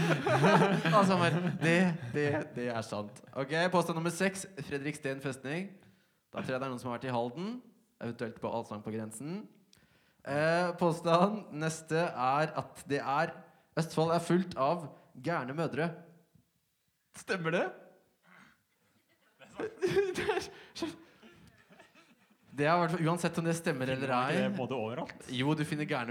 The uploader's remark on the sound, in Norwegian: Liveopptak fra Glow-festivalen 2020